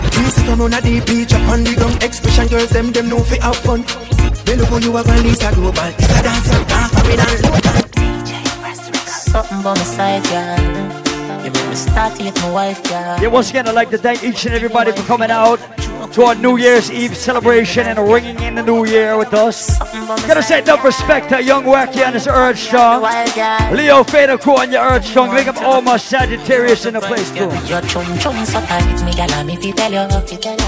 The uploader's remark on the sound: LIVE AT THE ISLAND SATURDAYS NYE BASH. LIVE AUDIO.